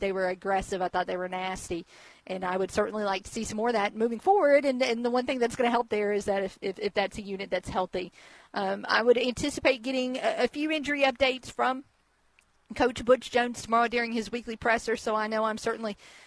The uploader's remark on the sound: live from the Inaugural First Responder Hero Day at the Judd-Hill Farmers Market